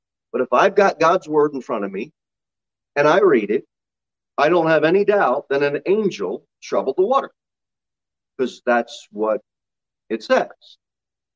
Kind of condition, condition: setting, large echoing room